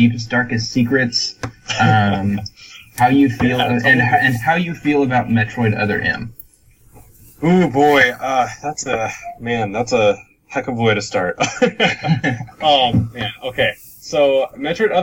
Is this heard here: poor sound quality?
yes